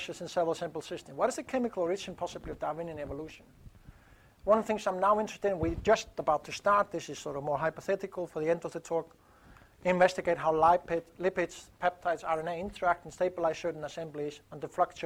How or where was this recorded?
large echoing room